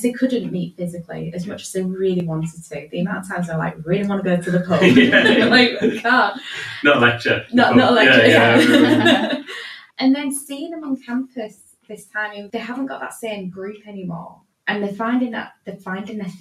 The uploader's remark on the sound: We're aware the audio isn't ideal.